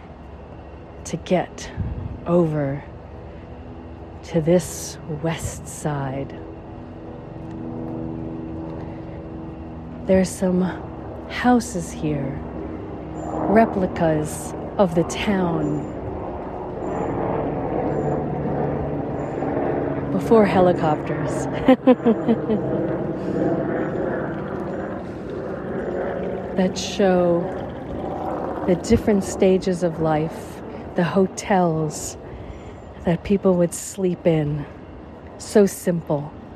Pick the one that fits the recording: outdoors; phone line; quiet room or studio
outdoors